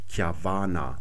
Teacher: das bedeutet, dass das A lang ist, so wie wir Saal mit Doppel-A schreiben und auch langes A sprechen